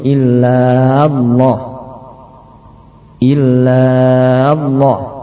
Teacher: Kesan pertama adalah memanjangkan illa. Illa dibaca panjang sehingga menjadi illallah.